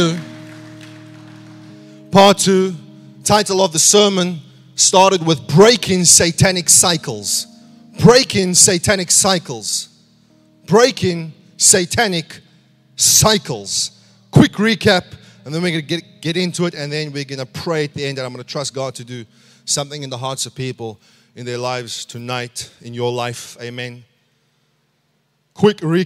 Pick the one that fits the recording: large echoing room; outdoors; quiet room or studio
large echoing room